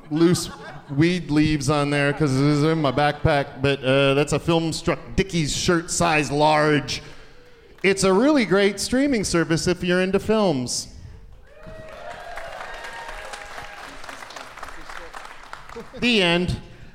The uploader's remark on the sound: Live from the Variety Playhouse in Atlanta